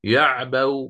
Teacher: أو آتي بإشمامها يعبأ وأضم الشفتين إلى الأمام